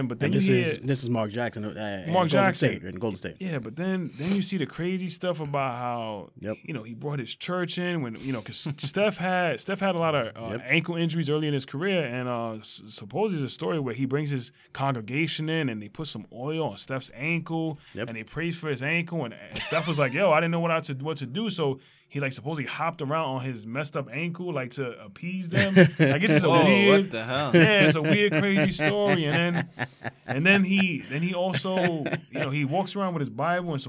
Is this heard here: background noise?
no